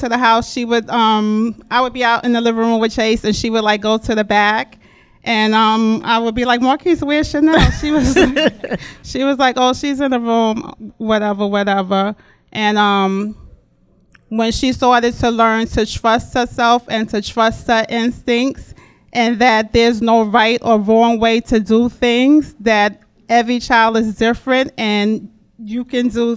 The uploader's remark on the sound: A LIVE broadcast via their Pre Mother’s Day Brunch along with Nelli’s Kitchen and VIBE Vixen at Embassy Lounge in Long Island City. Listen as the audience decides who wins in various "grandmas vs mothers" scenarios.